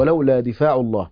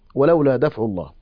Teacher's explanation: ولولا دفاع الله، وقرأ الباقون بفتح الدال وإسكان الفاء بدون ألف · Shown in: second take · ولولا دفع الله.